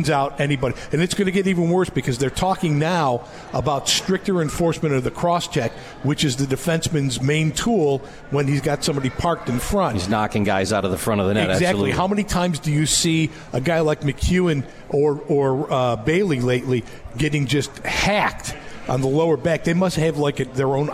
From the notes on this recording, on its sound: at The 72 Tavern & Grill and joined on the phone